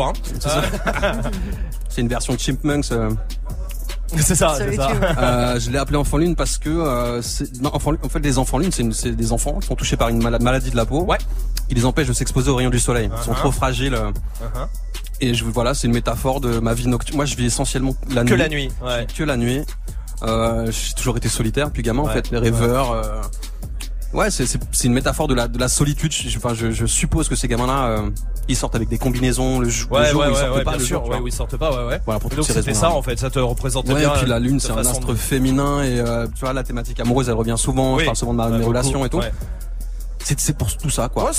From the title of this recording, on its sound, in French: en direct du Printemps de Bourges